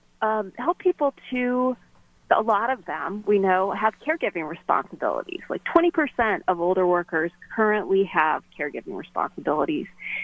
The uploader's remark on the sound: all called